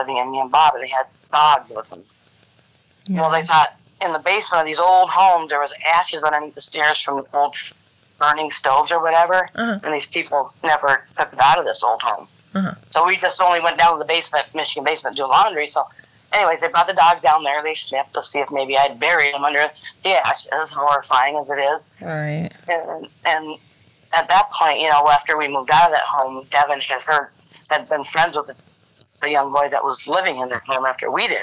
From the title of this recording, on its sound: Phone Interview